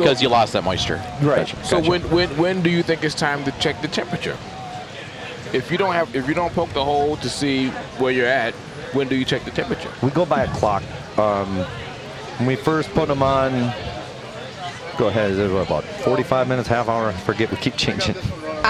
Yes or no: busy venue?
yes